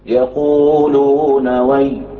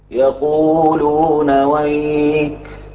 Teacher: الكسائي يقف بالياء وأبو عمرو يقف بالكاف